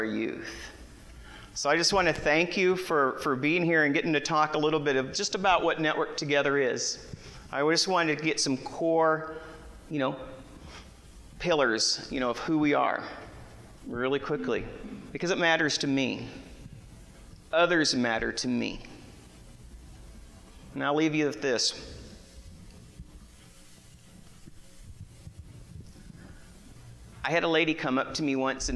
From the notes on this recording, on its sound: Broadcast live from the main stage at the 2018 iNetwork Expo in Phoenix Arizona